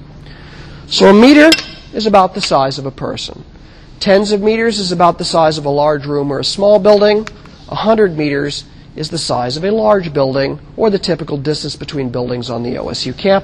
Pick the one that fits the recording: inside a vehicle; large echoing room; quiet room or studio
large echoing room